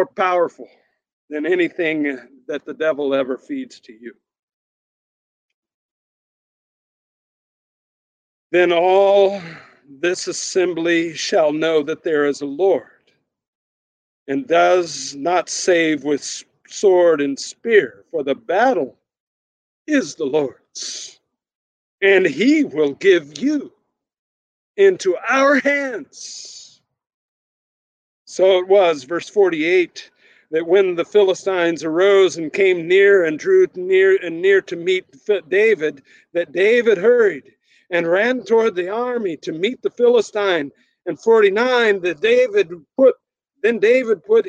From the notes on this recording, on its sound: Sermon recorded at Middle East University Church.